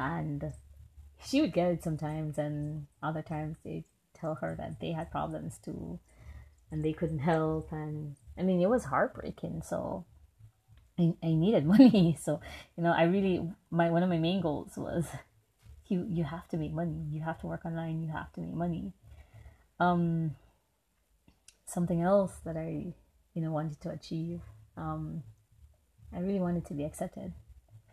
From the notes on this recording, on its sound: Don't mind the many nature sounds.